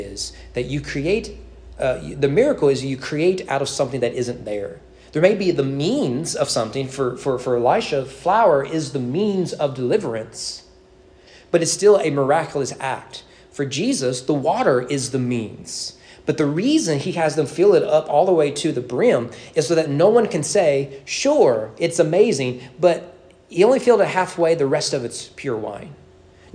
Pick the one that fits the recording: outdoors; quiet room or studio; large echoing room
large echoing room